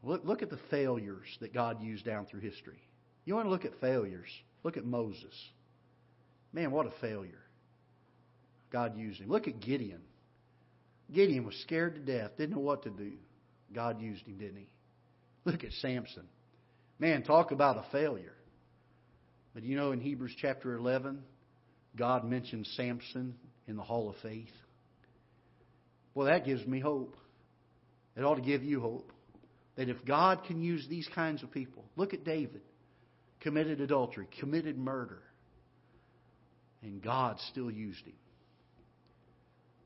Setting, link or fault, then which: setting, large echoing room